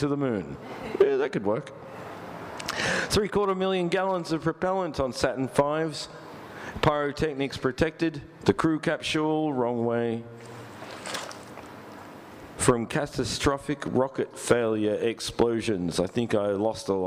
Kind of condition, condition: setting, live audience